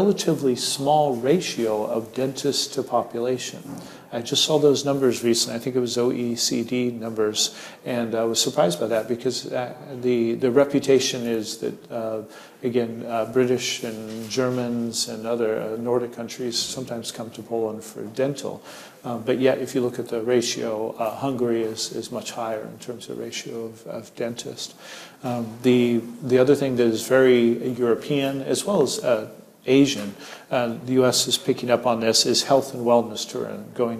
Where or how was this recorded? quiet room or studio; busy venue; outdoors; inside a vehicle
busy venue